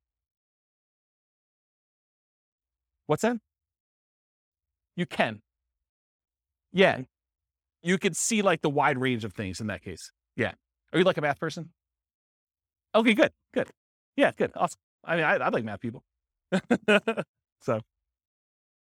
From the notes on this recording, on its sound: This was a live class recorded